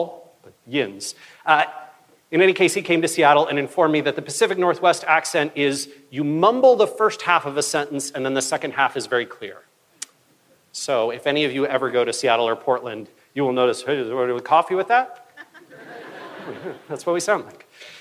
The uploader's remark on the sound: Keynote talk from September's BrightonSEO conference.